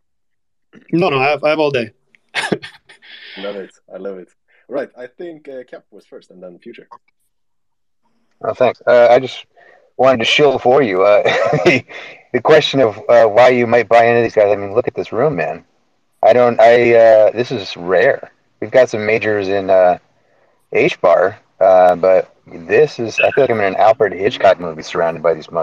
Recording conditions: video call